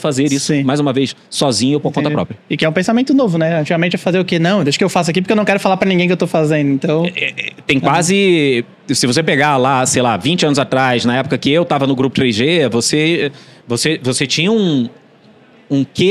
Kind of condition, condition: setting, busy venue